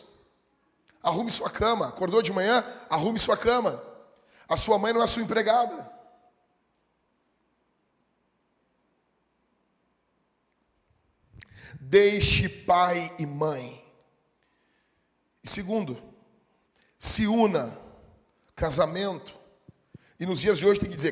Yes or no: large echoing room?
yes